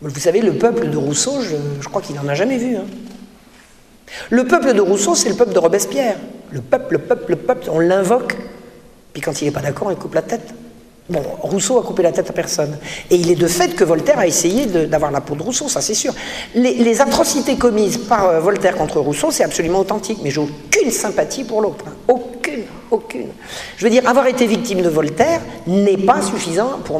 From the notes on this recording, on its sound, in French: Cette conférence fut donnée à Mulhouse suite à la parution de l’ouvrage sur Voltaire.